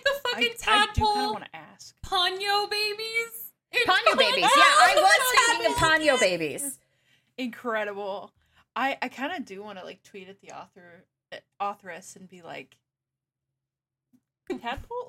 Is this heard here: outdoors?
no